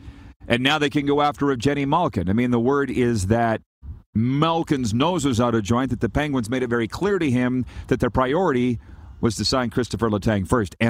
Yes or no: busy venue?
yes